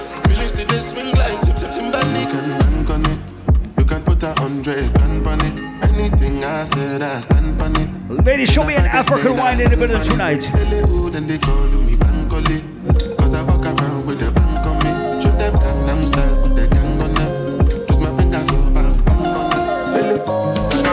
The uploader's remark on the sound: Live audio recording of my set at Island Saturdays on Feb 25th.